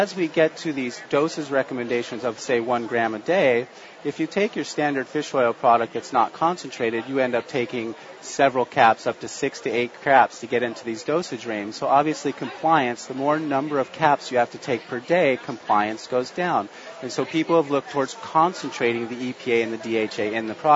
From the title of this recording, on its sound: Live from Expo East in Baltimore, MD